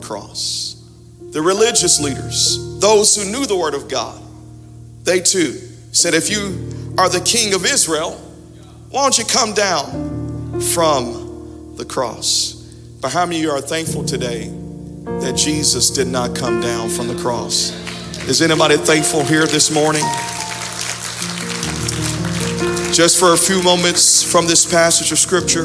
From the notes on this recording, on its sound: Audio from Sunday 11/28/21 Worship Service